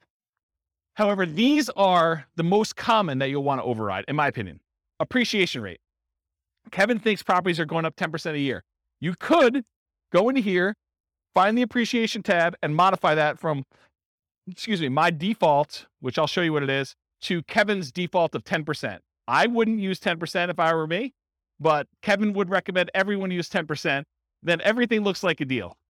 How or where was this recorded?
live audience